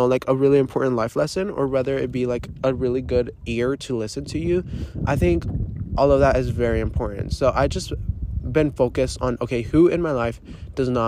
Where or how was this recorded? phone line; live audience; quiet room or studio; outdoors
outdoors